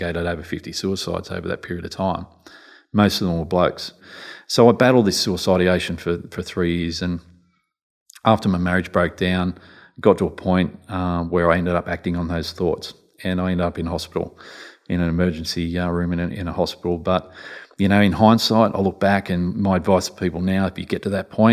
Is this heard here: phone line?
no